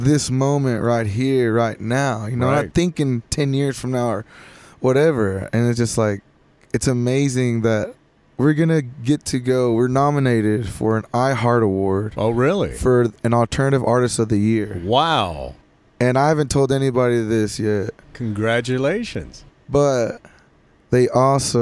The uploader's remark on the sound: limo on Congress Avenue in Austin, TX at the historic Paramount Theatre